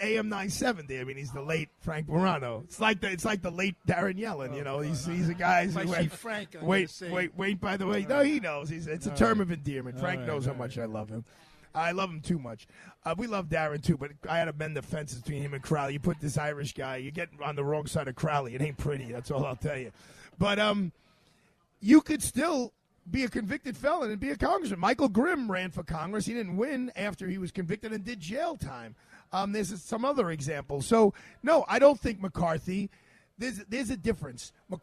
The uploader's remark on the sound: LIVE from Bobby Van’s Steakhouse, 230 Park Avenue